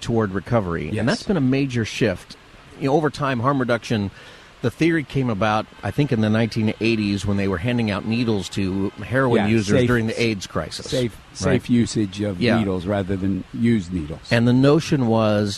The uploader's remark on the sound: Live From Union Rescue Mission! Live from Union Rescue Mission right in the heart of Skid Row.